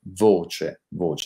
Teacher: voce, voce, con la O chiusa